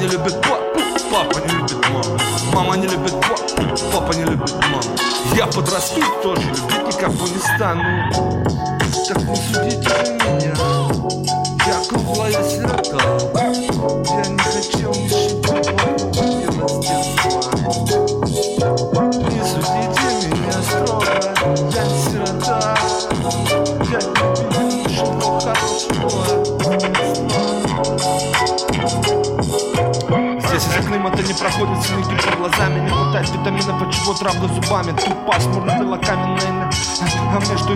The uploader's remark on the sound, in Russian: запись на диктофон в телефоне.